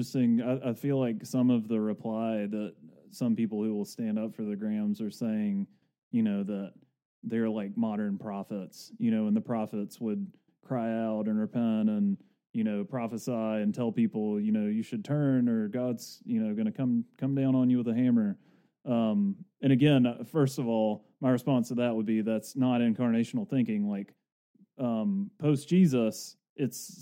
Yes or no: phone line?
no